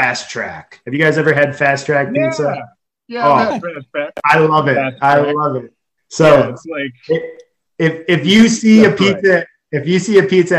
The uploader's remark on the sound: Recorded Live on Zoom